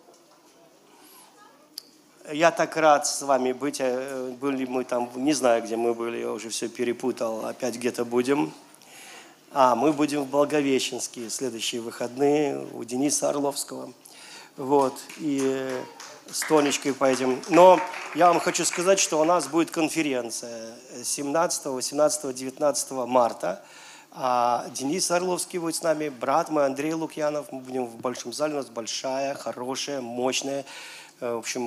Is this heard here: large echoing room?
yes